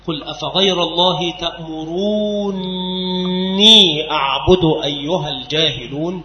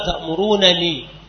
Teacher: الصورة الثانية إسكان النون الأولى نون الرفع وإدغامها في الثانية، فحينئذ تصير نونا مشددة، ومنه قوله تعالى قل أفغير الله تأمروني أعبد أيها الجاهلون، تأمروني أصلها تأمرونني، فأسكنت الأولى وأدغمت في الثانية فصارت نونا مشددة · Shown in: first take